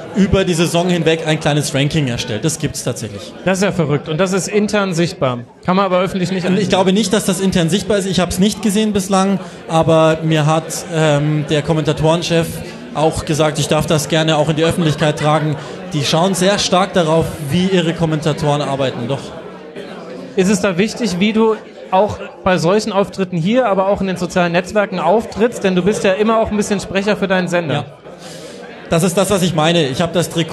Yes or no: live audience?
yes